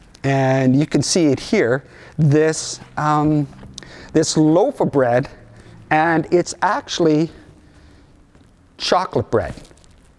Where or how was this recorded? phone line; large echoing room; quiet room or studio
large echoing room